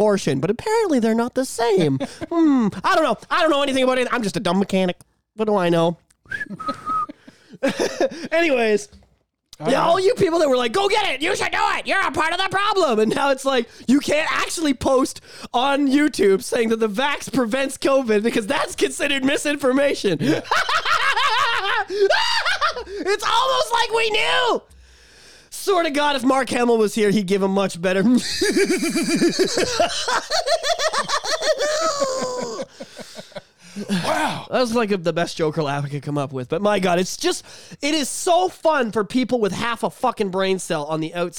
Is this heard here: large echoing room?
no